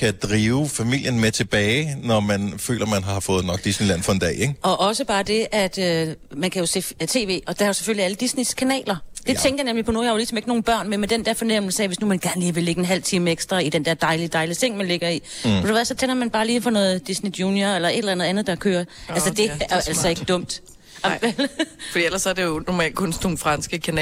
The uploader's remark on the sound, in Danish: I dagens podcast sender vi live fra Disneyland Paris